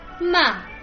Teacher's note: Il quarto tono viene chiamato discendente. Parte dall'alto e precipita bruscamente fino al basso. È un tono molto brusco, come un'esclamazione, un comando.